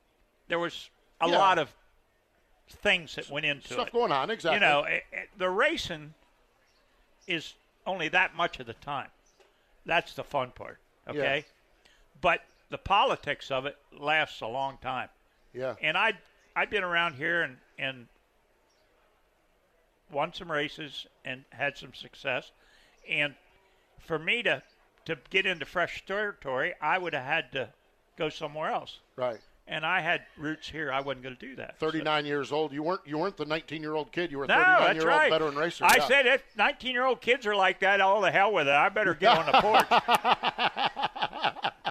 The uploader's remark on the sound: Broadcast live from the Bob Weikert Memorial Weekend at Port Royal Speedway.